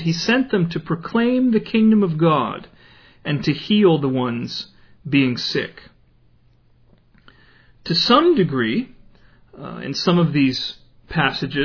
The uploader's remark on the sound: Originally delivered in 2008 at a house church in Leonard, TX.